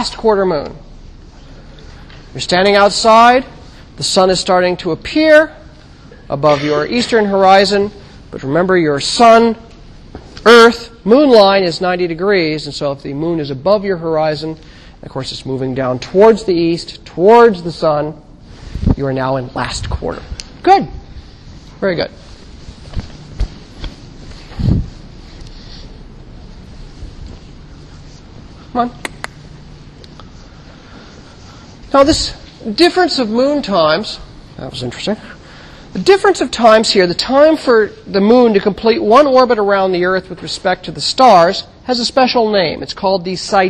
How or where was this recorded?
large echoing room